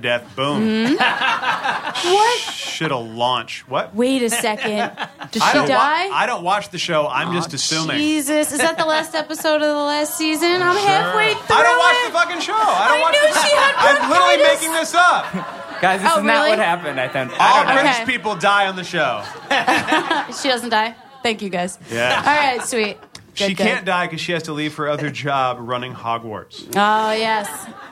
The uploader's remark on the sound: Live at Union Hall. We recorded our momentous 100th episode in front of a live audience at Union Hall, Brooklyn.